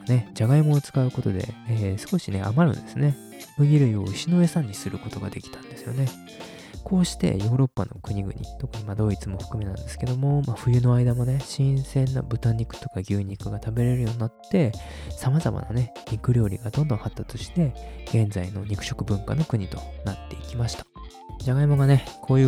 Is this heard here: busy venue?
no